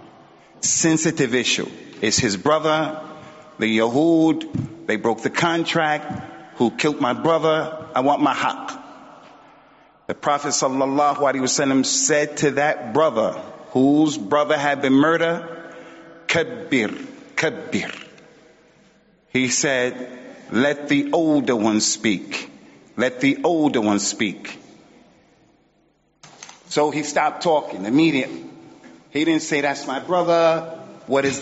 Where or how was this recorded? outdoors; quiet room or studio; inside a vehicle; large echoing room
large echoing room